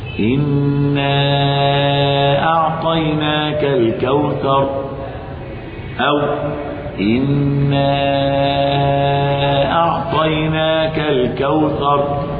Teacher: أما في حالة المد جائز لك إما أربع حركات أو خمس حركات، فتقول هكذا إنا أعطيناك الكوثر، أو إنا أعطيناك الكوثر، أربع أو خمس حركات. · Term: المد المنفصل